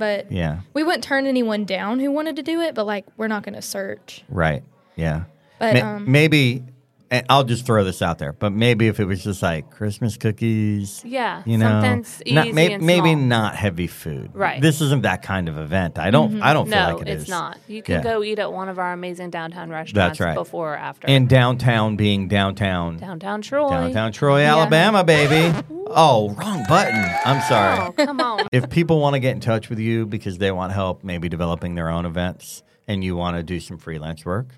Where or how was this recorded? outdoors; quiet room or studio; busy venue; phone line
busy venue